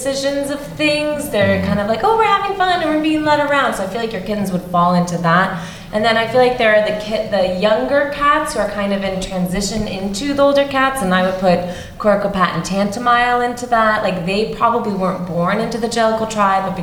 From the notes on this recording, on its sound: LIVE from BroadwayCon 2023 in New York City!